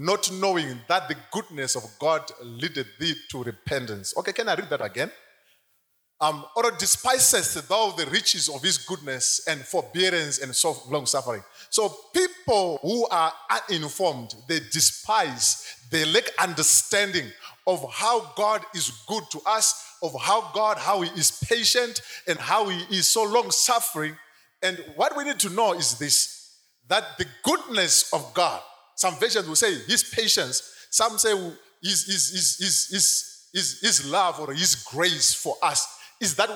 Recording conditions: live audience